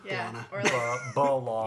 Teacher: It went from an E to a schwa.